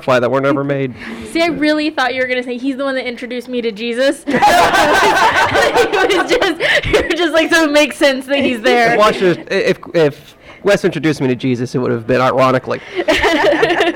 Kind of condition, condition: setting, live audience